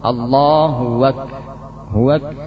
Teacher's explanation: Sebagian mengganti hamzah dengan waw